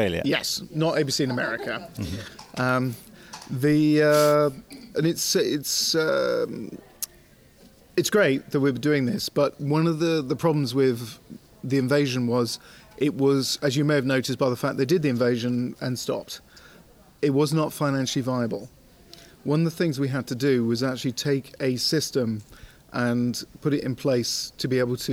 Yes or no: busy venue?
yes